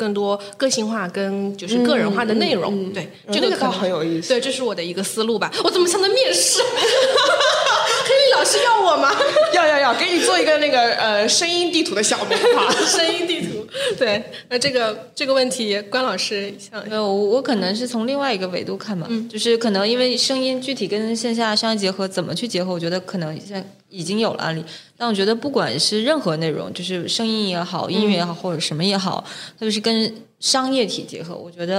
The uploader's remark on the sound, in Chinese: 滴，欢迎接收来自上海外滩BFC地下一层的声音！来到位于上海BFC外滩金融中心的小宇宙专属录音室。在BFC地下一层餐厅旁边录音：临场感满分！